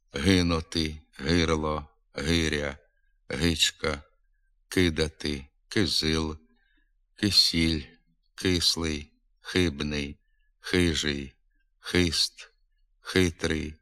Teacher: В українській літературній мові приголосні г, к, х, г, як правило, тверді. Зокрема, вони твердо вимовляються перед голосними и та е.